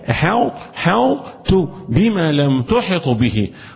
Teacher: وصفة الاطباق الوحيدة اللي في الطائر تظهر، ليس فيها قلقلة، حاء حاط حاط تو، ده يسمى طبعا بالإدغام الناقص، نتيجة وجود أثر من المدغم اللي هو الإطباق